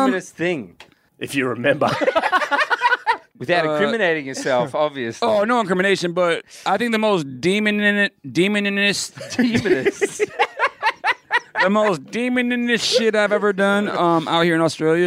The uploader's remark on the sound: The boys are live from Fridayz Live in Melbourne!